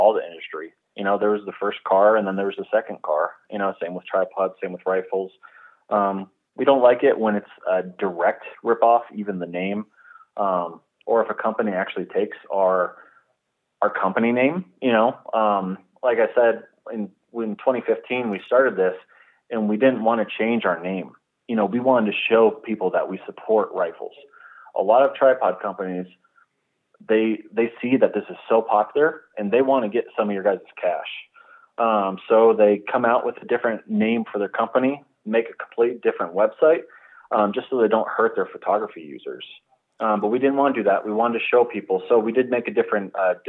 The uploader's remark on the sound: on the phone